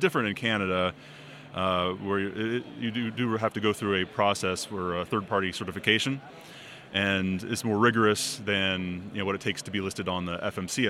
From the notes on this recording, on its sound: live from ATA's MCE 2021 show floor